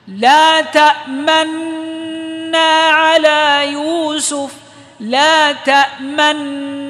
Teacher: فإذا أدغمتها سأقرأها بنون واحدة مشددة مع الإشمام